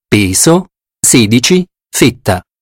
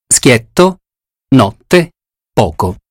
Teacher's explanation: L'accento acuto ha suono stretto, come nelle parole peso, sedici, fitta, mentre l'accento grave ha il suono aperto, come nelle parole schietto, notte, poco.